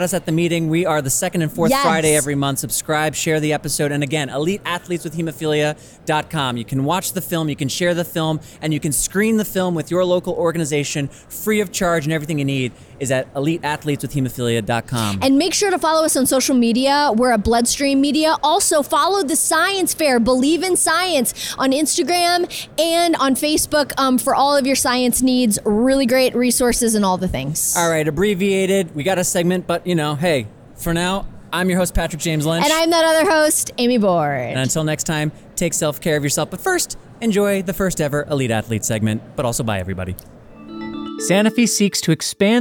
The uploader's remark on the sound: live from The Science Fair!